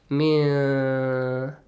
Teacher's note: Your tongue goes to the articulation point, min, but you don't let it go there